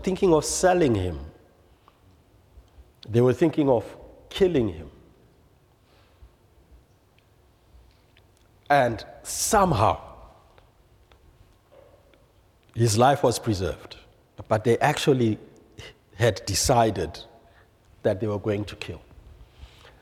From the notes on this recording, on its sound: presented by Asbury Seminary Kentucky Chapel, recorded on Thursday, March 16, 2023 at Asbury Theological Seminary's Kentucky campus